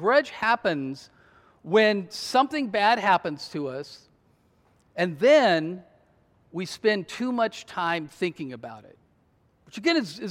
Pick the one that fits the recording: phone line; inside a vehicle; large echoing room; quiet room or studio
large echoing room